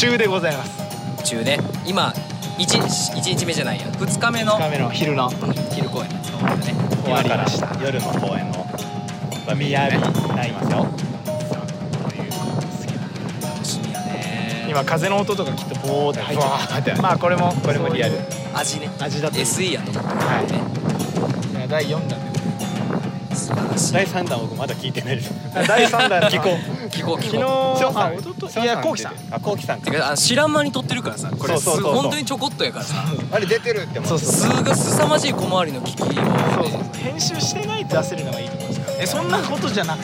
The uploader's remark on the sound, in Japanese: 海風による雑音が入っております、ご容赦ください